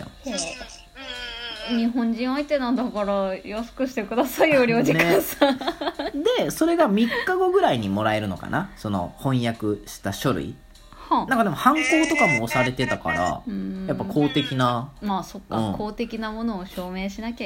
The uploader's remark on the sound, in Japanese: 録音場所は、とあるホテルのキッチンのため、たまにキッチンを利用している音がします